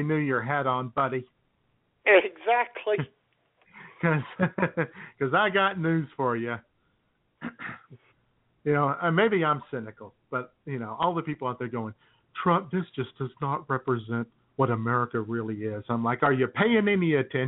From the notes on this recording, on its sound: your phone calls